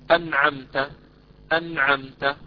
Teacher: لاحظوا أنعمت النون ساكنة كذلك الميم ساكنة، فلهما من المط الشيء القليل جدا · Term: ناقصة